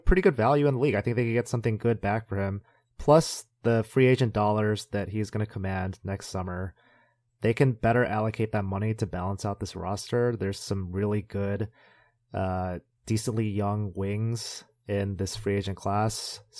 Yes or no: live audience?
no